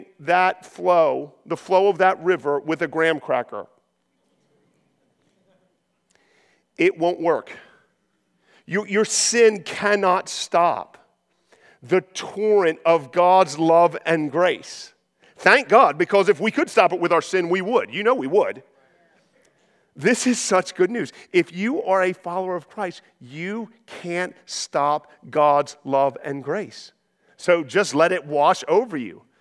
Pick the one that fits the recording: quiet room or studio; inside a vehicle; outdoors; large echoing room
large echoing room